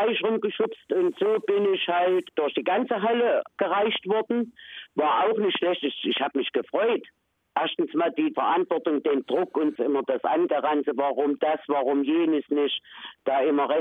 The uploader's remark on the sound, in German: Porträt per Telefon